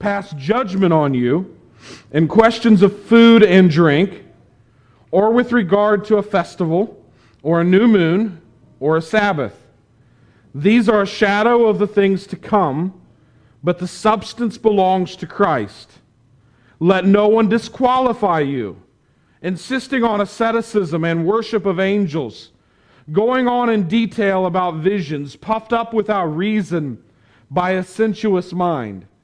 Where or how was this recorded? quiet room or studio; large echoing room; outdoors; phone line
large echoing room